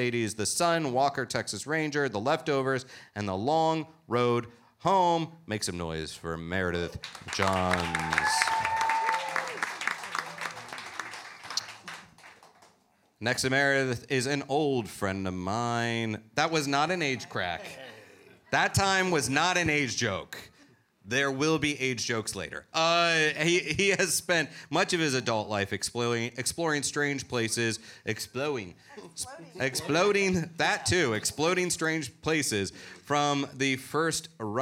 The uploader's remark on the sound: Talking Strange records Live at the Ethereal Horror Fest in Austin, Texas. Episode recorded in front of an audience.